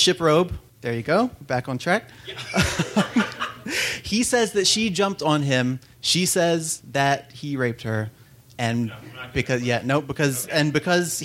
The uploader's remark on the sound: Live from Philadelphia. This show was recorded live in Philadelphia, PA.